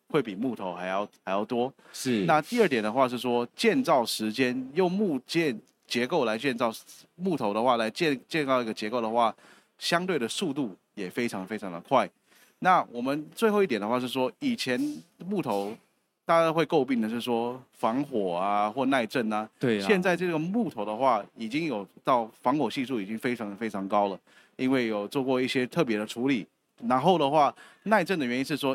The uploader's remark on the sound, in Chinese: 本集節目搭配2023年台灣國際扣件展（FASTENER TAIWAN 2023）5月3日至5月5日在高雄展覽館現場錄製